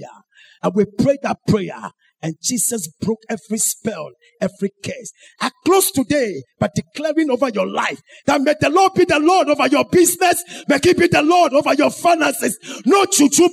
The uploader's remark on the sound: Sermon preached at CBC Adabraka Campus